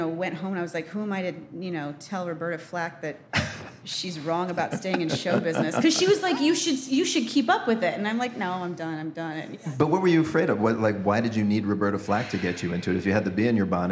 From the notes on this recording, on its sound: taped in front of a D.C.-area crowd!